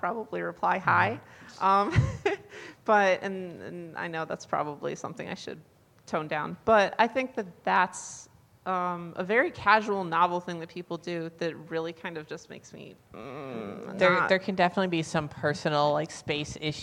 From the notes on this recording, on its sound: A live studio audience at SummerCAP 2022!